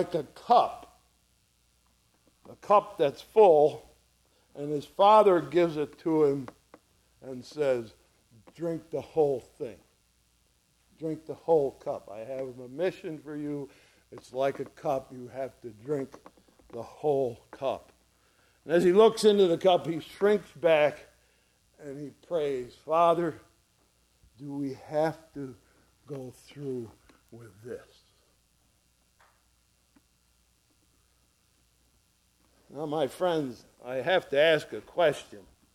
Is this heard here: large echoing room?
yes